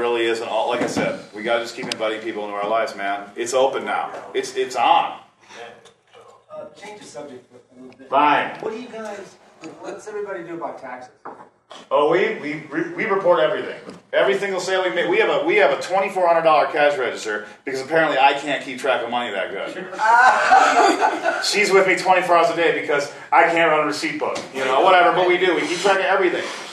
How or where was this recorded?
busy venue